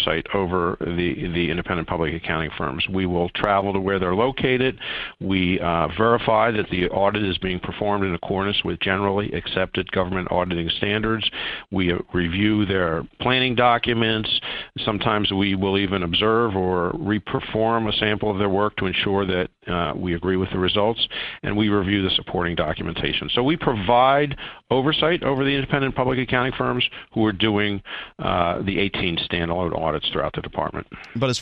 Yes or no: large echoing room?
no